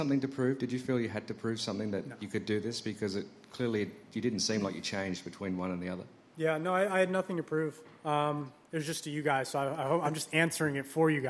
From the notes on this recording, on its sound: broadcasts live from the 149th Open Championship